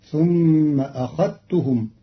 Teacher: ثم أخذتهم، قرأ قالون كلمة أخذتهم بإدغام الذال في التاء للتقارب بين الحرفين فتصير ثم أخذتهم، والإدغام والإظهار لغتان عند العرب.